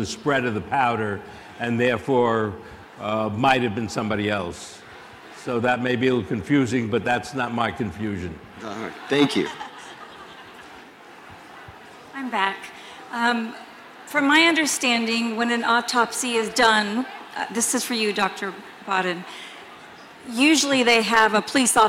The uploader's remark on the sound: Answers Audience Questions From CrimeCon. Answered audience questions during his live conversation. At this year's CrimeCon in Florida.